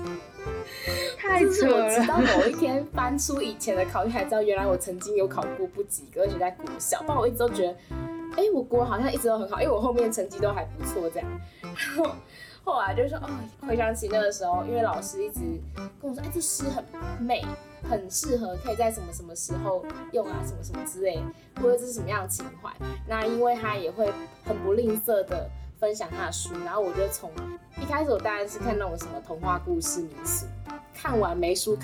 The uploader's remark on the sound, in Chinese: 這次分別錄製節目單元時，因為麥克風有點怪怪的，後面碰上大雨，在家隔音效果不佳(有降噪了)，所以這次的音質不太好。